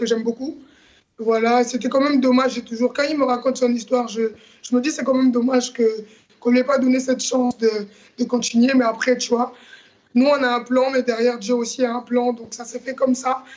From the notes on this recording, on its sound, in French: une interview en visio